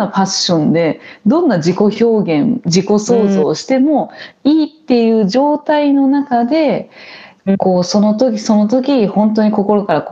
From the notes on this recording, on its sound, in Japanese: リモート収録での音声ですのでところどころお聞きづらいところもあるかもしれませんが